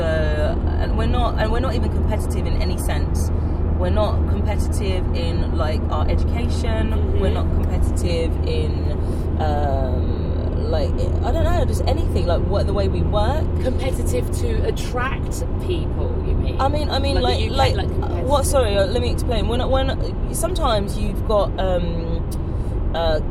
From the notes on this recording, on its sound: our conversations take place whilst driving in the car, and sadly this does end up reducing the quality of the audio as we hit the motorway